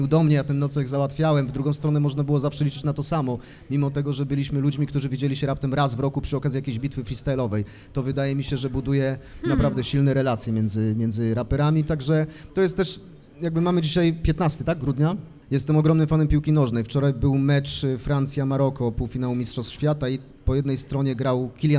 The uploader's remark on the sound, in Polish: W czwartek 15 grudnia w Obiecana Cafe